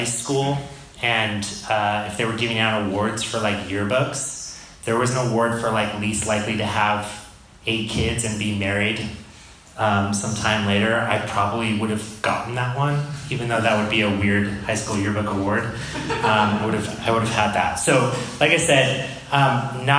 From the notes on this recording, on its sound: This episode of The Dad Project is a live recording. This episode was recorded in front of a live audience and is followed up with audience Q&A.